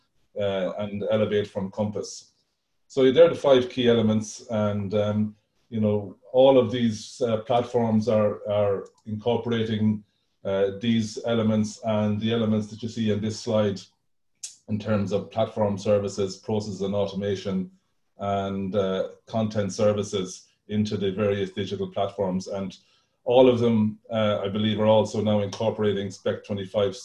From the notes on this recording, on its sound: Zoom Call.